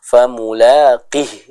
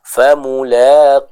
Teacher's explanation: Contohnya famulaqih, ini kurang tepat. Yang tepat dipanjangkan terlebih dahulu huruf qafnya · Shown in: second take · Term: dibaca dengan panjang